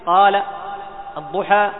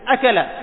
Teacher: الألف تخرج من الجوف، حرف جوفي، والهمزة من أقصى الحلق. إذن الألف حرف جوفي والهمزة حرف حلقي، هذا الفرق الأول.